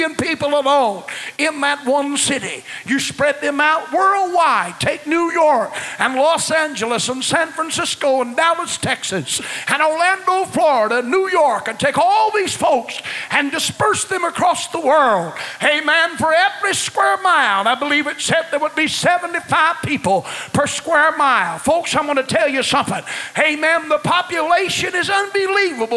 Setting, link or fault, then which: setting, large echoing room